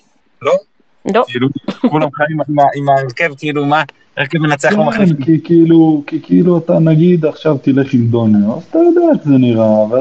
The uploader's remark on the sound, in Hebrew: הוקלט בספייס בטוויטר מיד אחרי הניצחון על הפועל תל אביב, בהשתתפות המאזינים. במהלך ההכנה למשחק נגד הפועל באר שבע - הספייס קרס, עמכם הסליחה.